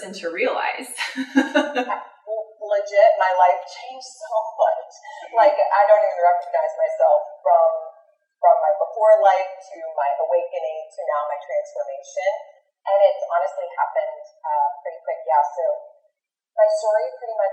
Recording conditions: poor sound quality